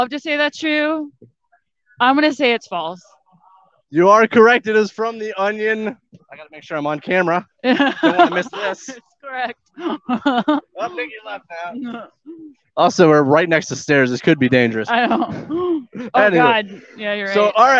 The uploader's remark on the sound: Live from Motoblot. This interview was filmed live on location at Motoblot in Chicago, IL.